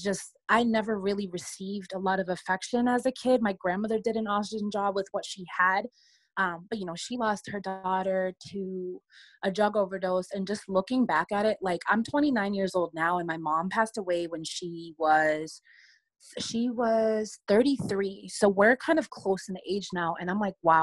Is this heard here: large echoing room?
no